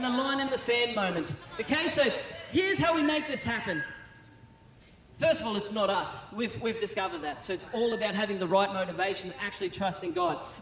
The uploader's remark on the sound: Recorded during our 9am service on Sunday, the 21st of January 2024